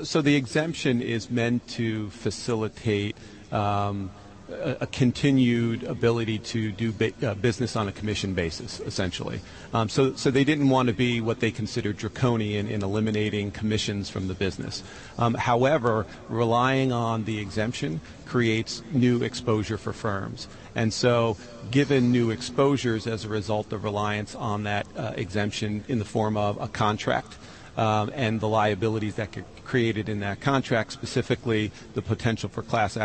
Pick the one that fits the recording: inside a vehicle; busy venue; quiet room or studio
busy venue